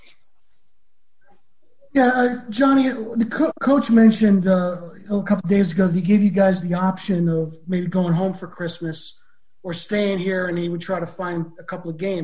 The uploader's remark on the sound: Postgame Zoom